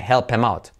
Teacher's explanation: saltamos la H y hacemos la I como una E